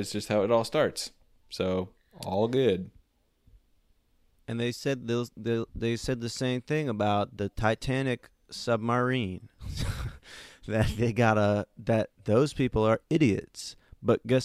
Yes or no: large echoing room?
no